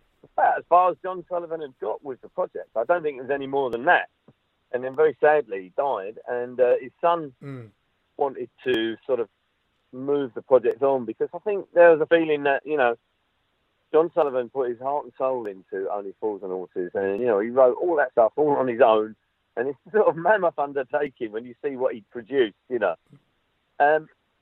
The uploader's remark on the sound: on the phone